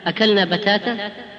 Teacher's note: والطاء إذا رققتها صارت تاء